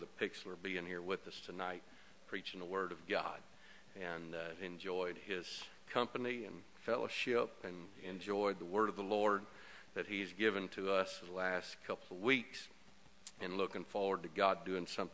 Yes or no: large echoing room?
yes